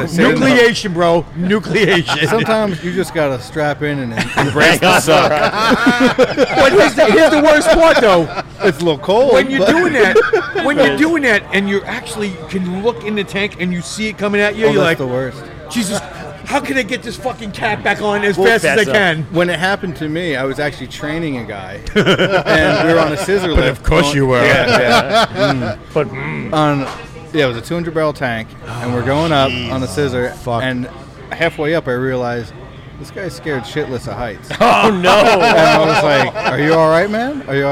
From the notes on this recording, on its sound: Live at AC Beerfest. AC Beerfest LIVE at Bader Field in Atlantic City NJ.